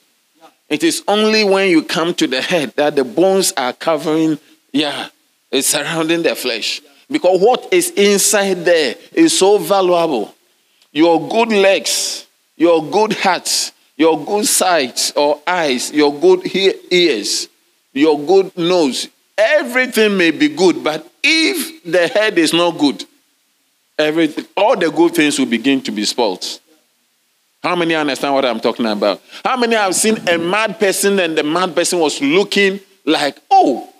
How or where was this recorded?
large echoing room